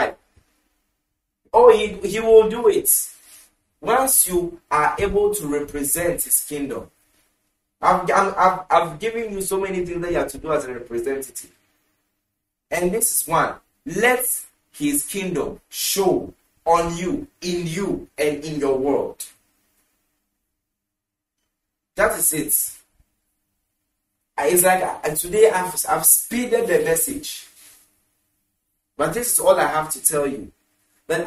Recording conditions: large echoing room